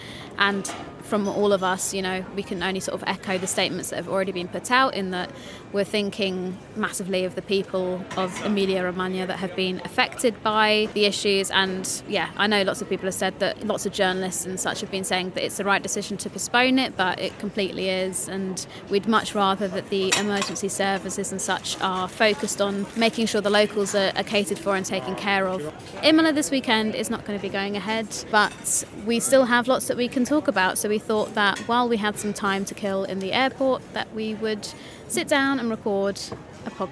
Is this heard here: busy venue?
yes